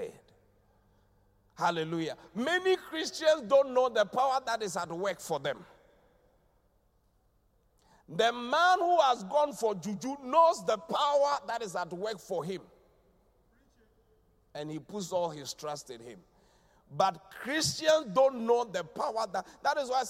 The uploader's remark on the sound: Preached at the Qodesh